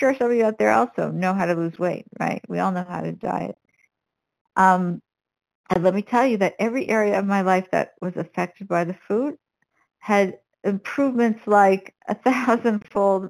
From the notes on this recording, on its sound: 100 Pounders Phone Meeting